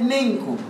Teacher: الاخفاء الحقيقي معناه عدم الصاق اللسان بمخرج النون، وعكس الاظهار تماما، مع جريان الغنه من الخيشوم بمقدار حركتين